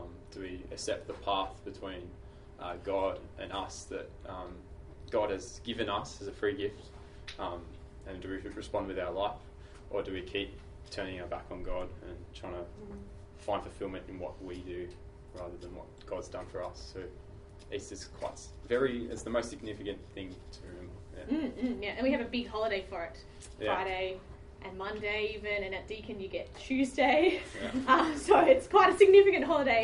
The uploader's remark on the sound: This week at TBT, we had a panel of three students sharing from the front